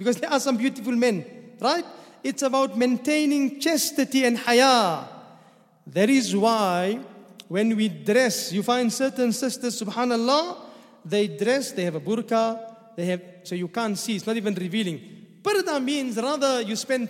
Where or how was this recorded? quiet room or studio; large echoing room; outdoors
large echoing room